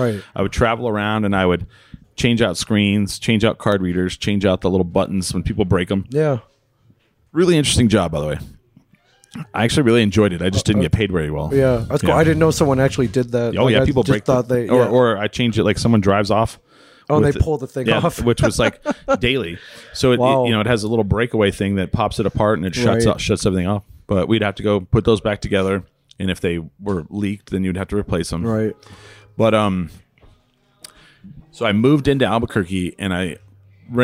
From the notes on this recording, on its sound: Recorded at Sidetrack Brewing (sidetrackbrewing.net)in ABQ NM.